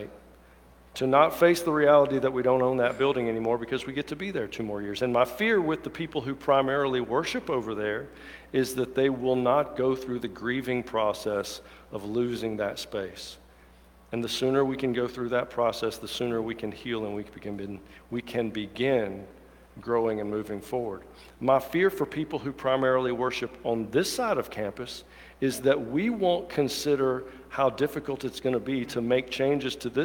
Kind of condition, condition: setting, large echoing room